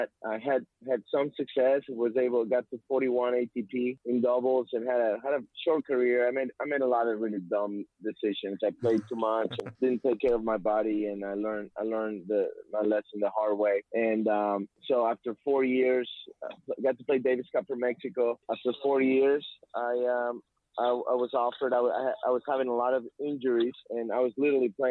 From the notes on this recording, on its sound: take some listener phone calls